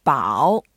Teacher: 保 is a third tone. So the way to get the sound right, we go down first, then up